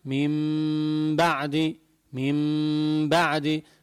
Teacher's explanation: شفايفة من مسكر عليهم على الآخر وشادد، لأن هي الميم من حروف الشفا يعني الشفوية، تخرج مخرجها الشفا، ما بقول ميم بعدي، لا، إنما ميم بعدي، ميم بعدي، فبتطلع الميم مخفات وتظهر غنة مقدار حركتين.